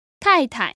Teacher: This is two fourth tones, but again, sometimes the second character becomes a neutral tone.